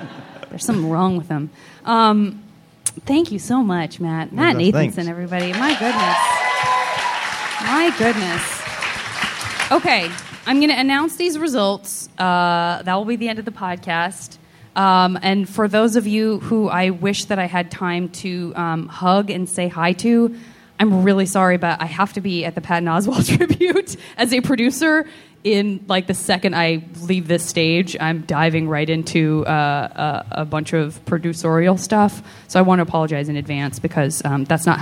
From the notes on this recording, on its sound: This live episode from SF Sketchfest! Everyone onstage and in the audience.